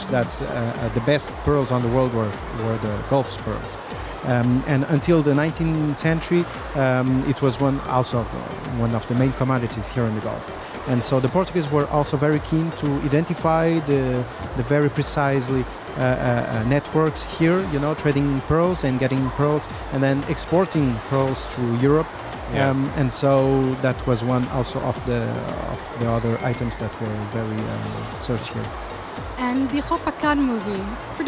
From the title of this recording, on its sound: Live from SIBF 2023